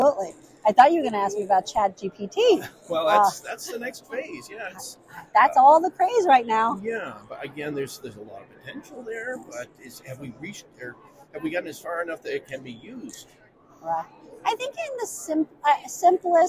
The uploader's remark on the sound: on the HIMSS 2023 Exhibit Hall floor